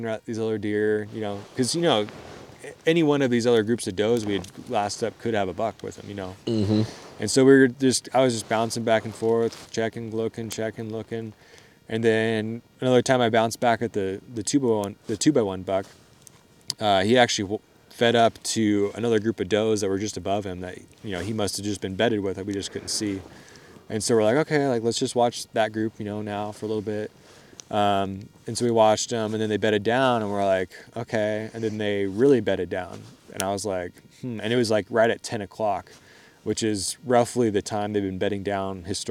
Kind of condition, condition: setting, outdoors